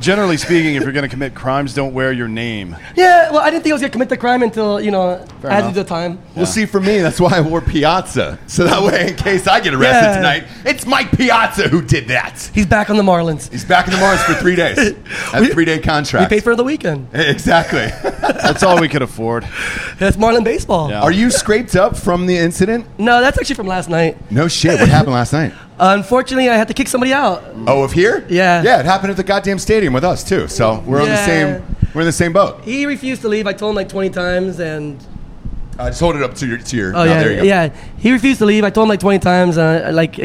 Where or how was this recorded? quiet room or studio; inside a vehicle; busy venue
busy venue